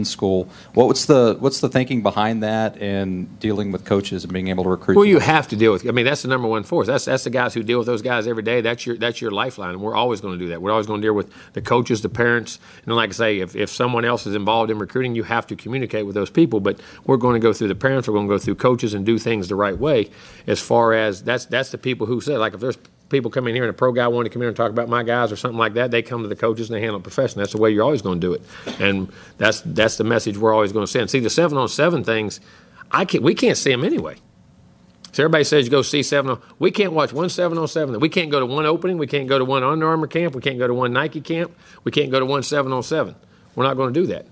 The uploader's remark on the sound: press conference from Kyle Field (air date 2/6/19).